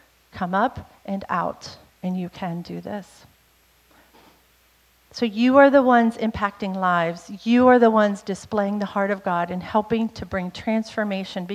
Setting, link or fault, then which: setting, large echoing room